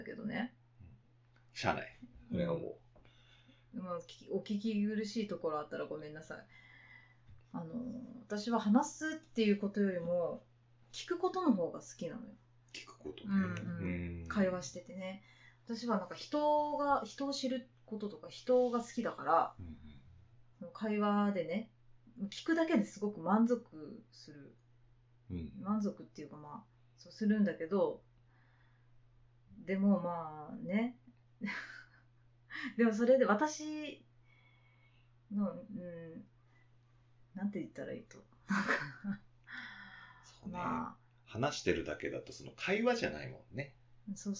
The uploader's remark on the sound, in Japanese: ポットキャストを始めるにあたり始めて収録しました。初収録にあたりお聴きづらいと思います。